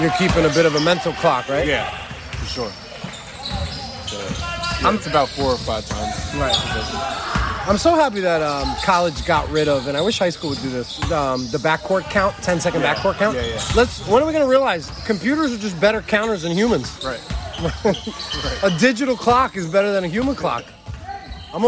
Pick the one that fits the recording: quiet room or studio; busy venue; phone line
busy venue